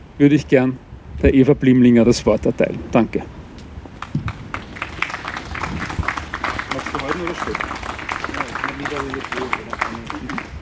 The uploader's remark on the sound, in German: 20. Gedenkveranstaltung für die Opfer der NS-Militärjustiz. Im Donaupark in Wien-Kagran. Ungeschnittene Aufnahme der Gedenkveranstaltung.